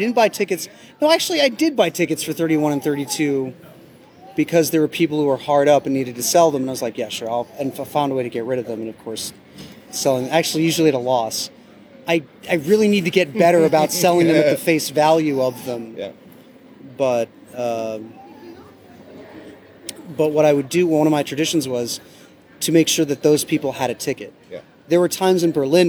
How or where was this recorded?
busy venue